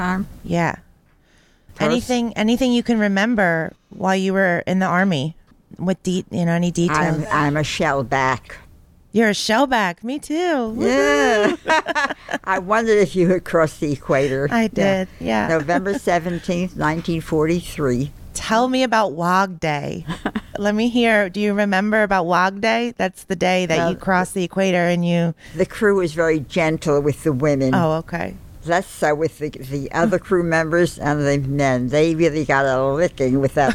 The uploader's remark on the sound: Recorded live at the Women’s Army Corps Veterans’ Association national convention held in Pittsburgh, Pa.